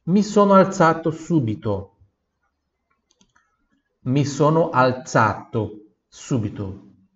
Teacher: Sempre quando eu tenho um Z depois do L ou depois do N, né? Pronúncia sorda, som de TS.